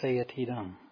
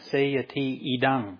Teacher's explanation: Listen to how he pronounces the Seiyati Dang. Okay, so you can hear he very distinctly pronounces it as two separate words, right? Seyati idang. · Term: sandhi